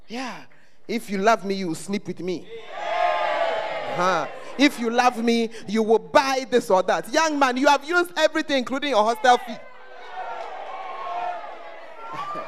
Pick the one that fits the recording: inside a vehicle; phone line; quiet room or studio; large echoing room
large echoing room